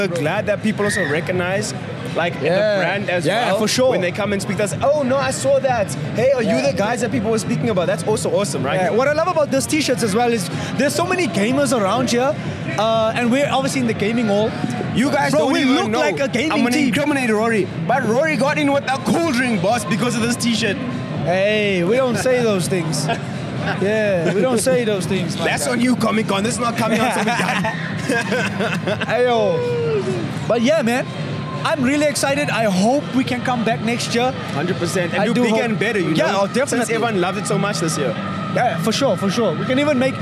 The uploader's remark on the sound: Live at Comic Con Africa 2023. As they take the stage at one of the biggest pop culture events of the year.